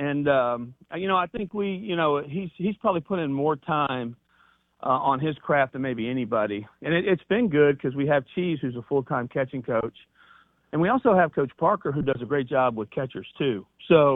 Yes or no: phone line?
yes